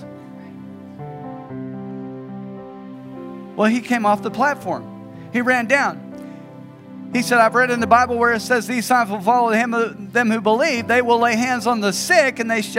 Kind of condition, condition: setting, large echoing room